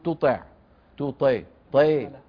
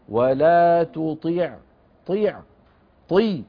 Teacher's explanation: النقطة الثانية طي كسرة كاملة، نحن بالعامية متعودون أن نقول تطع تو طي طي، هذه إمالة، لا ولا تطيع طيع طي كسرة كاملة، لو طولناها يتولد ياء · Shown in: second take